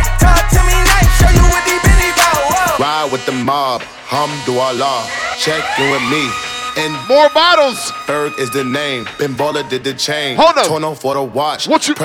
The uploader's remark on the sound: ZEN 4 YEAR ANNIVERSARY PARTY - HAMILTON - LIVE AUDIO